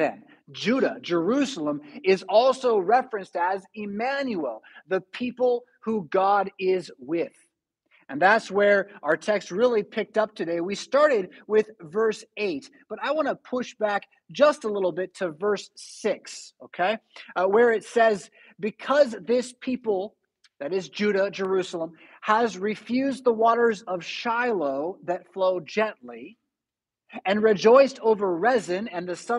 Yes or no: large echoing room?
yes